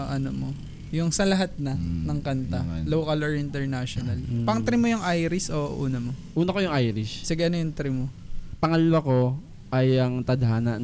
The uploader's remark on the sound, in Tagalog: Recording na along the hi-way haha!